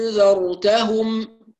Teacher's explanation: يبقى أبدلت الهمزة فصارت ألفا لأنها مفتوحة، والهمزة المفتوحة إذا أبدلت تبدل من جنسها فتبدل المفتوحة ألف فصارت ألف بعدها نون ساكنة فتمد بمقدار 6 حركات، فنقول أنذرتهم. · Term: الإبدال